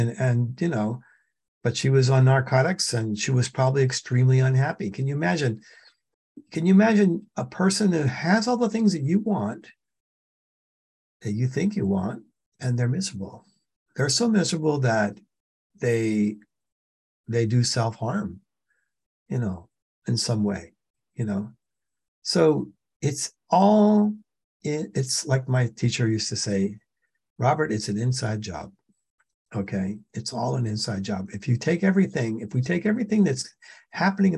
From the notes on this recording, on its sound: The shows are now all hosted on Zoom.